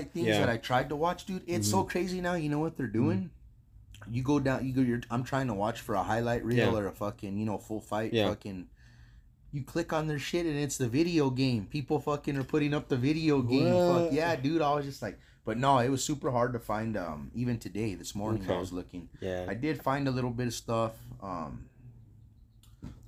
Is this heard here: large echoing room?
no